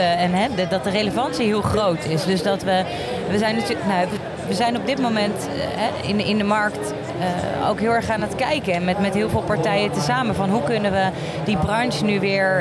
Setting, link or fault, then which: setting, busy venue